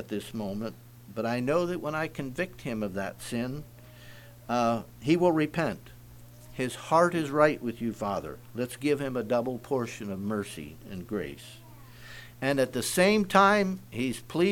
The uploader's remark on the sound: Message preached at Word Of Hope